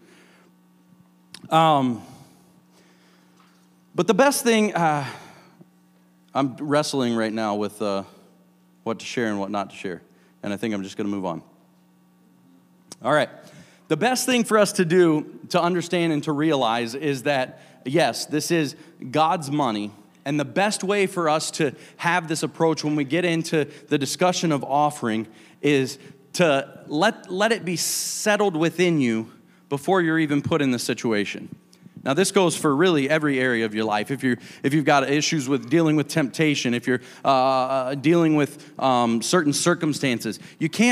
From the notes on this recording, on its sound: a service recording from Connect Point UPC